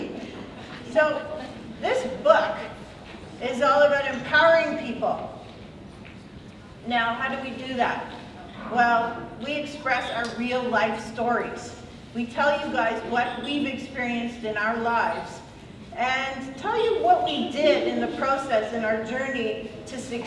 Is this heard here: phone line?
no